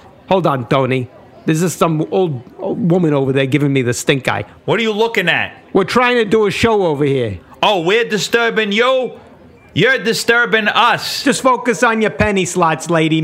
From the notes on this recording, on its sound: LIVE from Bally's in Atlantic City!